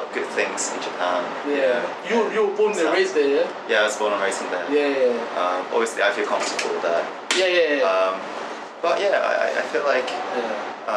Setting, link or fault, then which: fault, sounds in the background